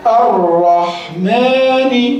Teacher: لم شمسية مضغمة في الراء المفتوحة